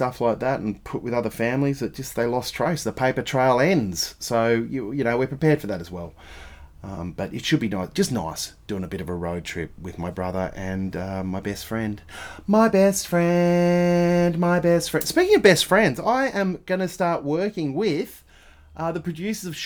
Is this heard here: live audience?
no